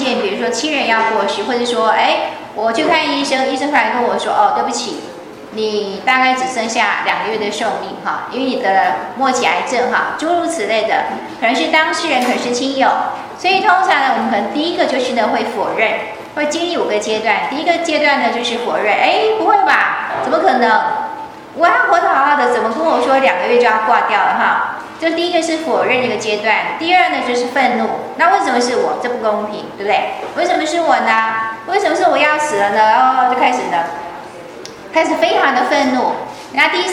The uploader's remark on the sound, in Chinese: 依舊是美國洛杉磯掌院的上課錄音。因為是親和集會，調子很輕鬆，講了不少故事。加上是現場錄音，可以感覺到美國同奮滿滿的熱情。